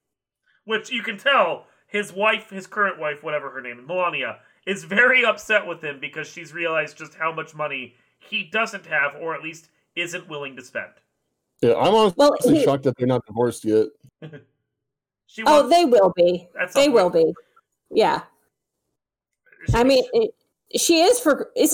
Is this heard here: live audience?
no